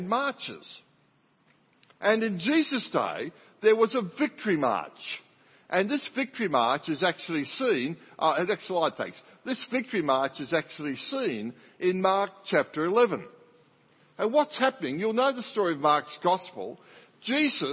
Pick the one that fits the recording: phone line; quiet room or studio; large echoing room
large echoing room